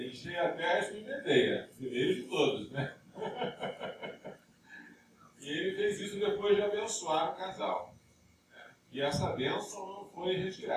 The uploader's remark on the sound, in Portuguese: Em Recife. A gravação amadora, feita do celular.